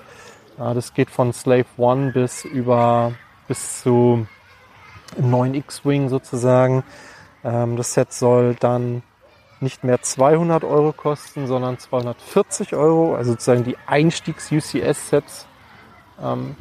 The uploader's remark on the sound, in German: Eine Podcast Aufnahme im Freibad.